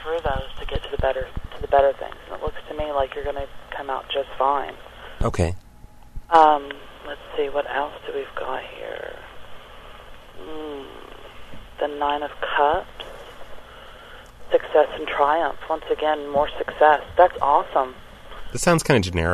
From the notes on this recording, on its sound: RBCP's Personal Prank Phone Calls Collection